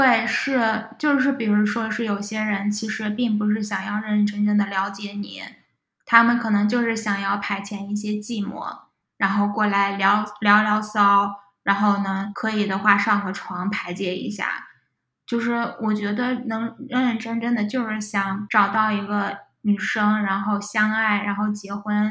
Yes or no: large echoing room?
no